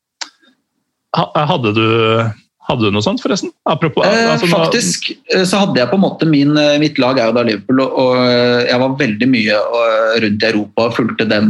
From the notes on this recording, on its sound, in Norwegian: tar seg en Zoom-prat